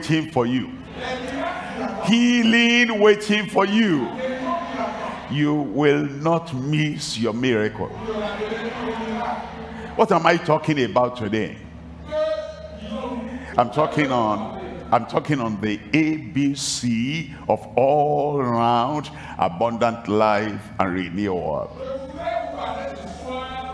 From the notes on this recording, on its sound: live from Lomé, Togo.